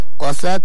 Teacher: همس حق التاء، نضغط عليها قليلا ومن ثم نفك الكلام من أجل يخرج الهواء، هكذا. قست، ولا نحولها زي السين، قست، يعني لابد من إخراجها بالشكل الصحيح.